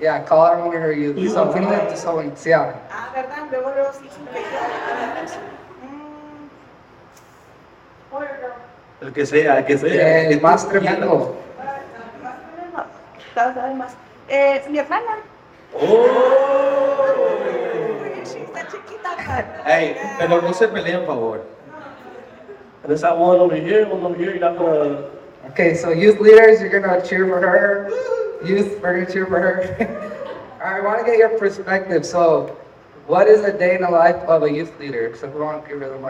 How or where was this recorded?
live audience